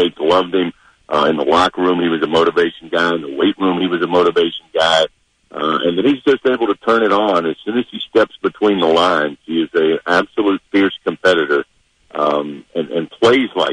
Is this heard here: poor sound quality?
no